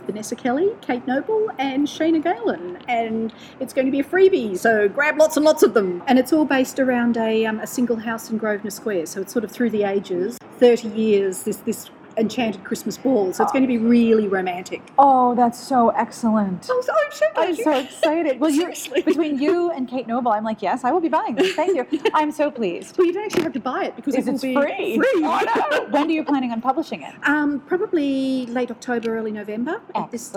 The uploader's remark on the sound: Interviews from the Brisbane Writers’ Festival Green Room